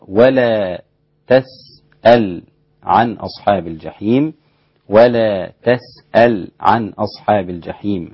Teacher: أيضا هنا في قراءة الإمام نافع إمام أهل المدينة والإمام يعقوب الحضرمي البصري بفتح التاء وسكون اللام، فيصير النطق بها هكذا، ولا تسأل عن أصحاب الجحيم، ولا تسأل عن أصحاب الجحيم هكذا.